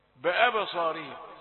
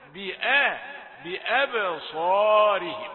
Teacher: باء مكسورة، كسرة ثقيلة عند العرب، ثم تأتي الفتحة · Shown in: second take · بآ، بأبصارهم، هكذا، وإن يكاد الذين كفروا ليزلقونك بأبصارهم.